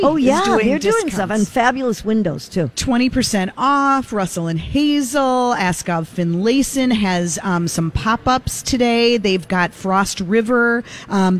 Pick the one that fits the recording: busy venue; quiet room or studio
busy venue